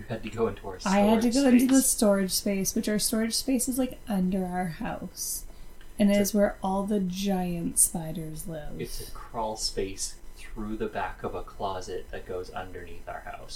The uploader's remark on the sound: the audio quality of this episode sucks I have done everything I know how to do and I could not improve this episode